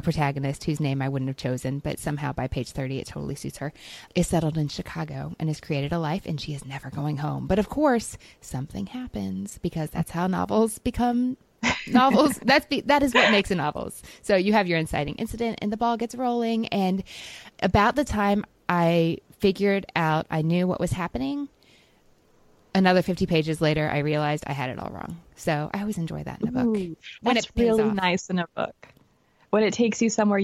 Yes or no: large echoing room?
no